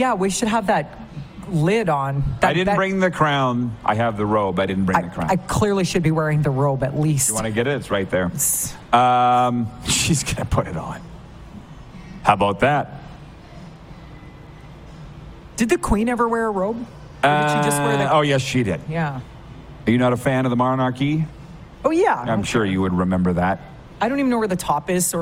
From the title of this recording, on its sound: LIVE on Location!